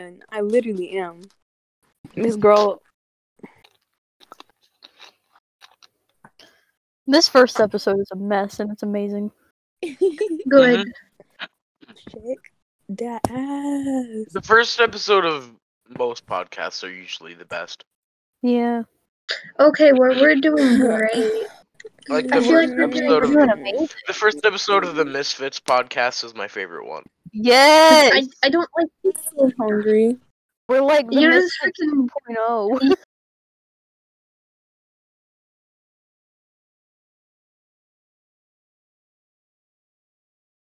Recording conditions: poor sound quality